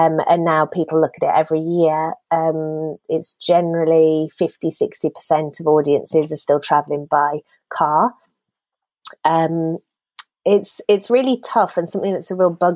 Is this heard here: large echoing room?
no